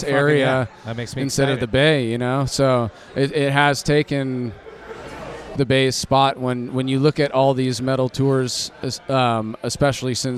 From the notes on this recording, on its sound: Recorded at The Monk's Cellar in Roseville, CA.